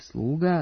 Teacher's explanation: uz dozvoljen dubletni oblik sluga sa dugouzlaznim akcentom